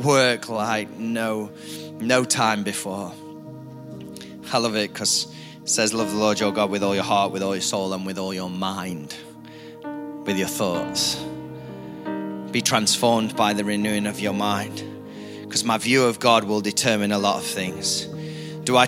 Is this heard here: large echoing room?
yes